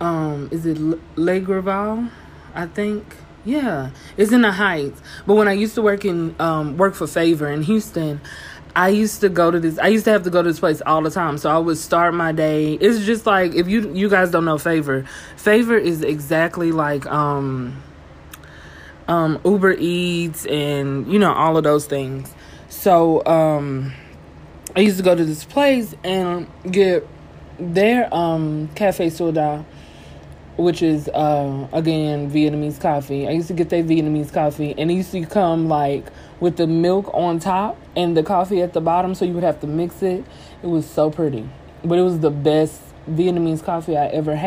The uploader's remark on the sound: PS: I had no idea how to work the a/c in here! There is background noise.